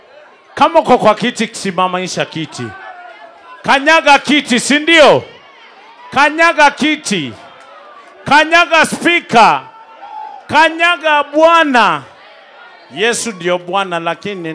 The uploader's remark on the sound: Live set recording at Zipang Lounge Nairobi, Kenya 2022